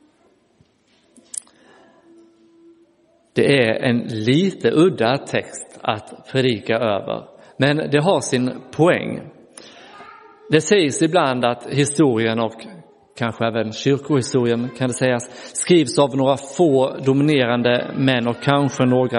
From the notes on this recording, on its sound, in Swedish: Inspelad i Roseniuskyrkan den 9 juli 2023